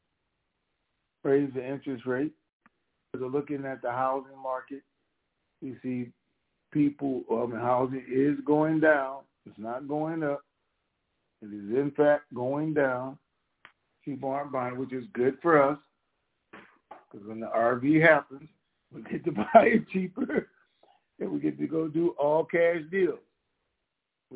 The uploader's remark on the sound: Conference Call